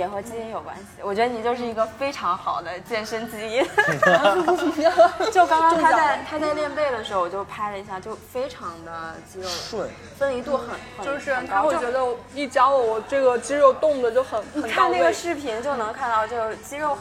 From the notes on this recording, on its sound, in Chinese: 是我和两个朋友一起在咖啡馆聊天的部分录音剪辑